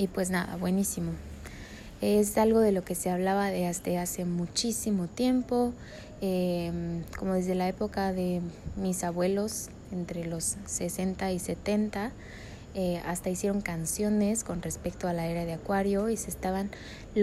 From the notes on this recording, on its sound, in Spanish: Va crudo, en directo, con todo y perros, sin cortes, GMO's ni grasas trans añadidas.